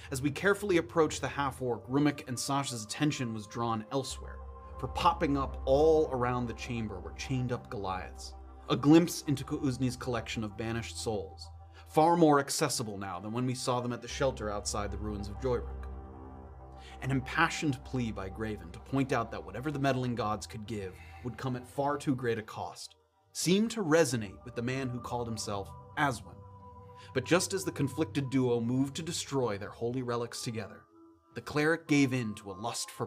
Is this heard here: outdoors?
no